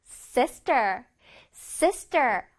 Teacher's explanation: 앞에 부분에서 강세를 줘야 돼.